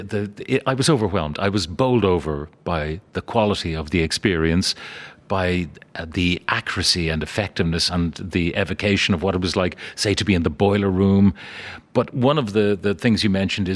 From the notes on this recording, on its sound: Broadcast live from Titanic Belfast.